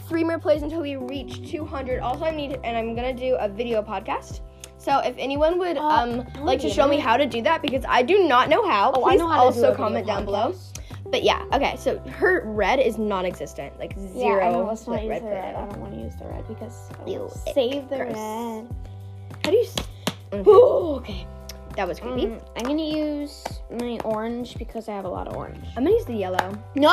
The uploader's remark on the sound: At my friends house. This episode is filled with giggles, noise. Segments i mean to delete but didn’t!!